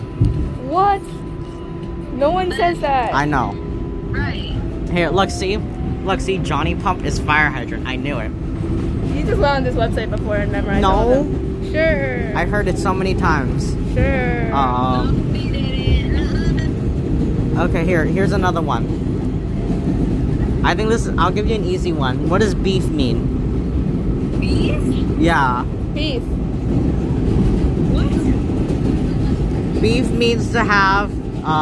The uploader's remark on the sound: THE NEW YORK CITY SUBWAY, with an AUDIENCE! Between Queensboro Plaza and Flushing-Main St.